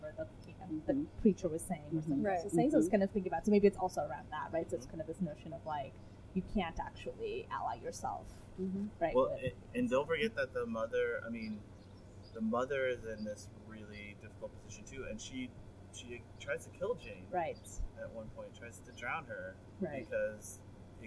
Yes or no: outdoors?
yes